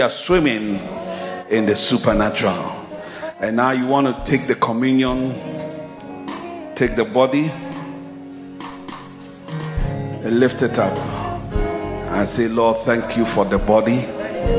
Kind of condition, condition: setting, large echoing room